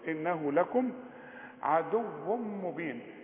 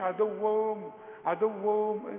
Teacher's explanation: تنوينه بعده ميم إدغام كامل بغنة · Shown in: first take